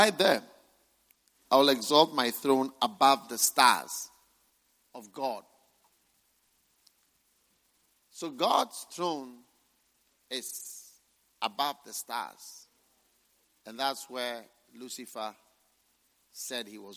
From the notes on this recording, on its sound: Preached at the First Love Center.